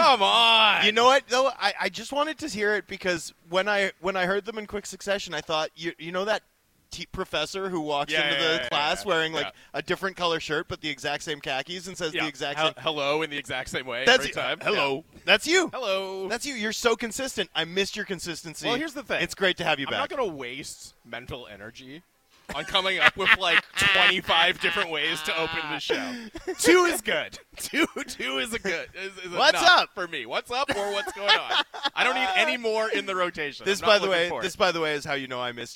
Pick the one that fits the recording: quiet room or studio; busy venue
busy venue